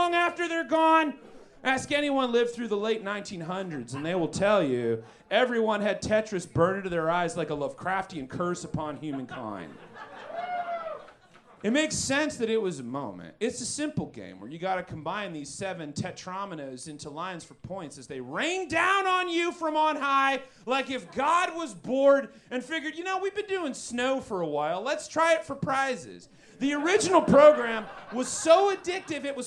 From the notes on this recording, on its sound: Recorded LIVE at Chicago’s Historic Green Mill Lounge on January 6th 2024 for The Paper Machete.